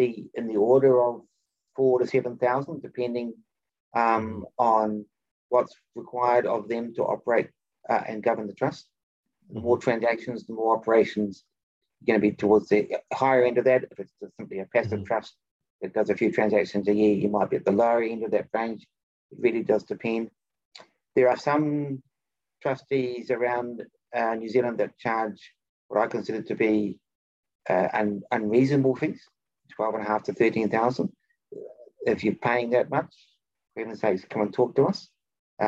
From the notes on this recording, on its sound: For those joining us on Zoom.